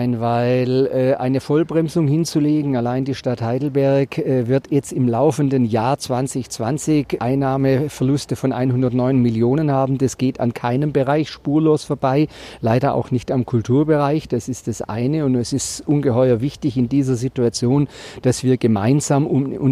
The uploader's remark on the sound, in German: auf dem Uniplatz